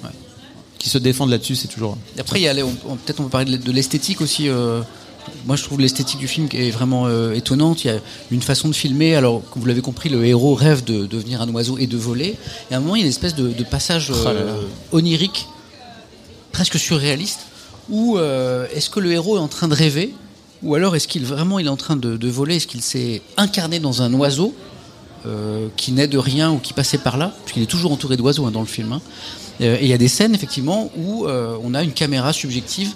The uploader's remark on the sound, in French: Voici le replay de notre épisode en direct du Culture Fest